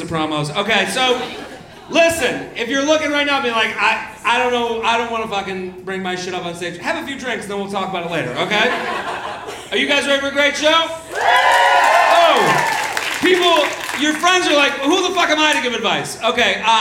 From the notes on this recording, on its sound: LIVE From Zanies in Nashville.